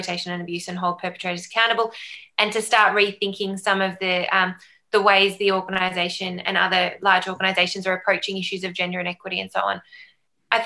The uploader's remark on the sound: Recorded live as a webinar on 24th November 2020.